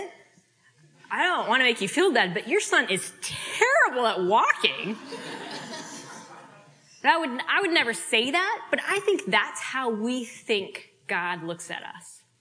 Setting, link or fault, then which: setting, live audience